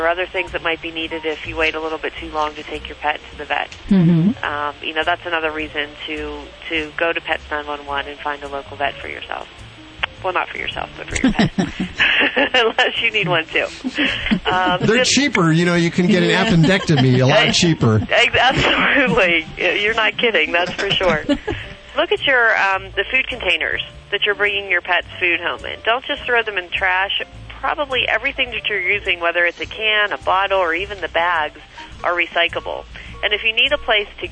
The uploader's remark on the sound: Listener phone calls.